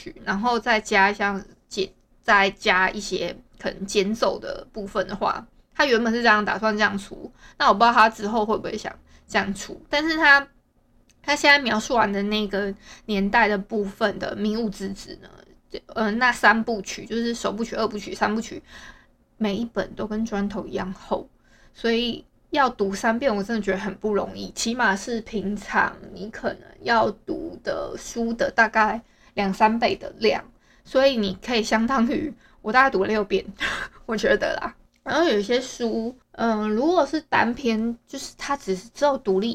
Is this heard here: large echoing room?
no